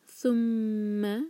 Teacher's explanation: میم مشدد، میم پر غنہ کریں گے